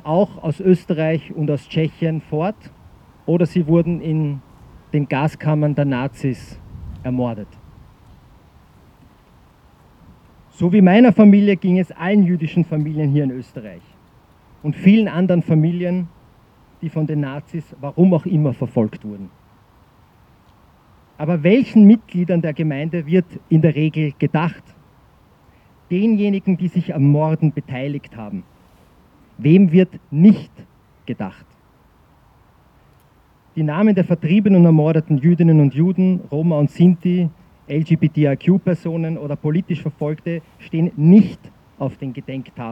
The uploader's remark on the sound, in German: O-Ton] Nie wieder Gleichschritt – Deserteursgedenken am 26. Oktober 2023 im Wiener Donaupark